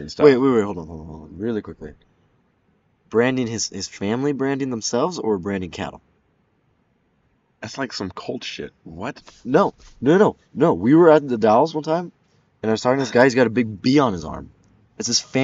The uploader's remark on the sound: This was recorded outside so there may be wind.